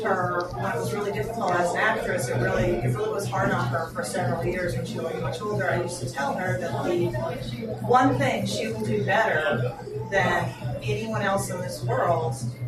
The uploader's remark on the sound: Live from Palm Springs Comic Con